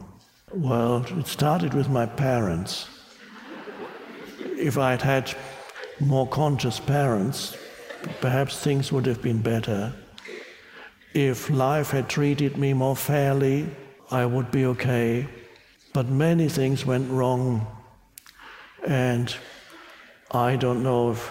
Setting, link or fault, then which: setting, live audience